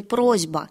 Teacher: мы помним, что есть озвончение – глухого согласного перед другим звонким согласным, проверяем в сильной позиции словом «просить», например, или «молотить».